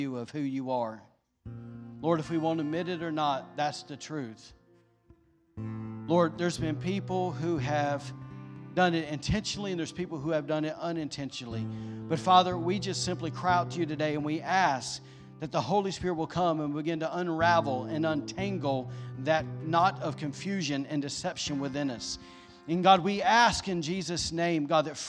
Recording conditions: large echoing room